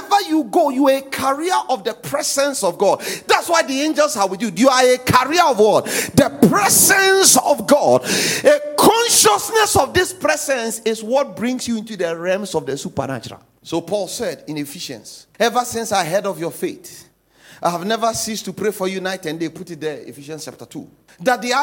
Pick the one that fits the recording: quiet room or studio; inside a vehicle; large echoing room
large echoing room